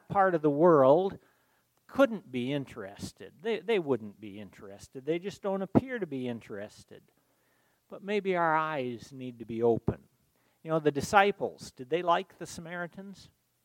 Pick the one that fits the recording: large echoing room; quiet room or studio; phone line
large echoing room